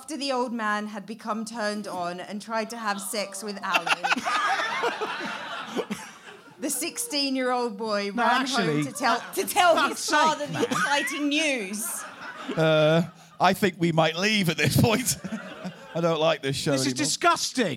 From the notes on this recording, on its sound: a live show recorded as part of the Cheerful Earful Podcast Festival on November 4th at the Streatham Space Project, South London